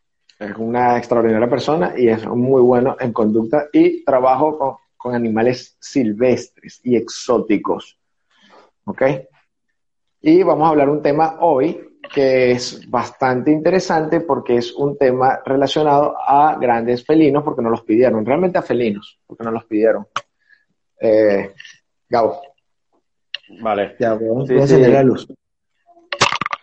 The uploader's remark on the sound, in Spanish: a través de live en instagram.